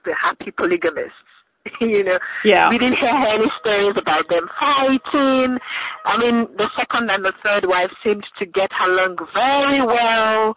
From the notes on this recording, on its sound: joins me on the phone from Lagos, Nigeria